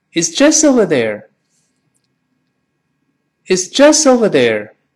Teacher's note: 那个 just 最后那个 t 失去爆破